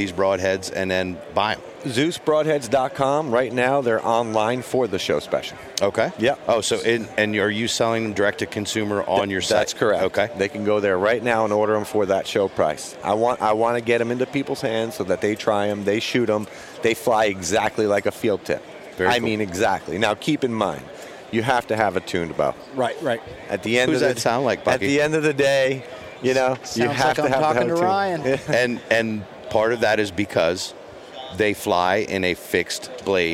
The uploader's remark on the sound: Live from the Great American Outdoor Show